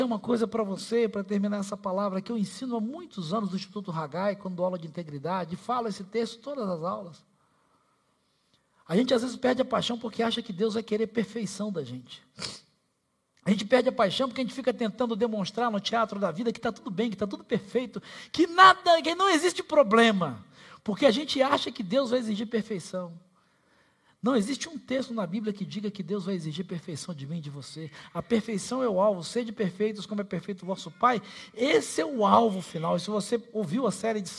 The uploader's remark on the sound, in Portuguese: Celebração ao vivo